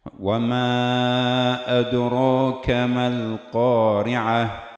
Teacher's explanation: أدراك الألف مفخم كون الراء مفتوحة مفخمة